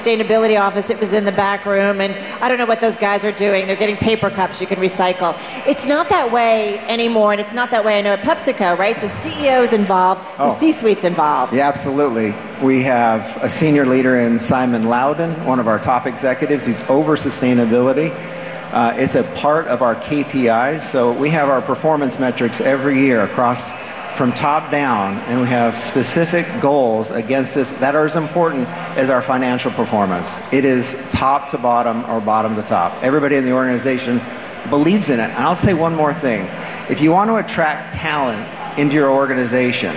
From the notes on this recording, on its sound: Featuring a panel from the Bloomberg Power Players Summit on tackling sustainability through sports.